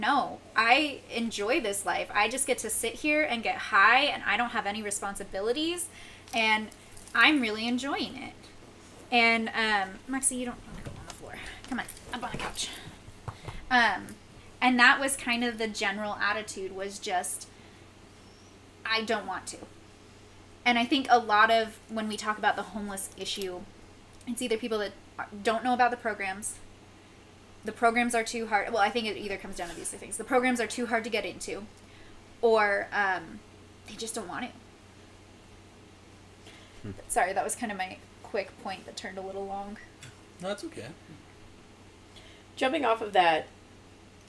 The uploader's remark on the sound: We have a special guest, so sorry if the audio isn't as good only using one microphone made it a bit difficult.